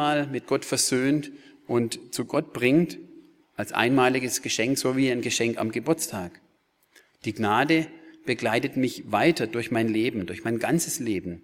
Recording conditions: large echoing room